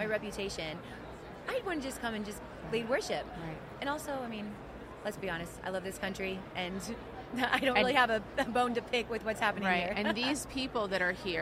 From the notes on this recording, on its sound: The Unity Project What’s UP? Podcast at AmFest.